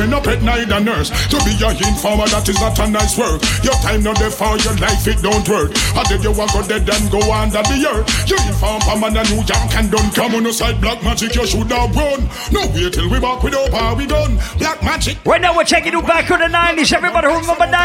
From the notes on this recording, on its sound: Live audio recording at Island Saturdays on Feb 24th.